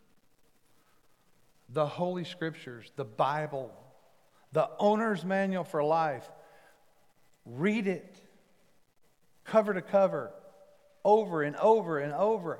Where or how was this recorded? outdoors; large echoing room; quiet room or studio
large echoing room